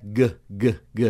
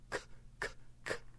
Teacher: Tá vibrando as cordas vocais. Mas o K não.